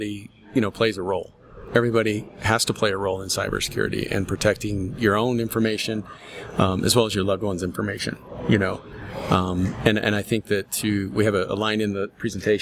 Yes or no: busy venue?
yes